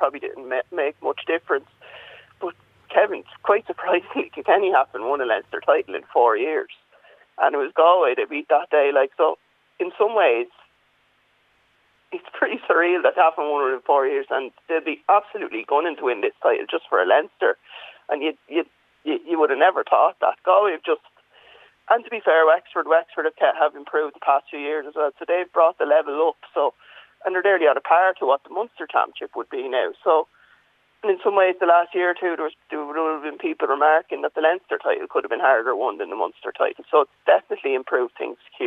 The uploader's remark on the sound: joins us on the phone